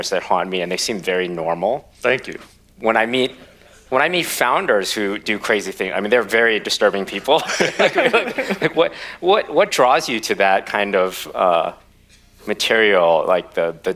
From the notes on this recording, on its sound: Recorded March 2, 2023 at the Upfront Summit.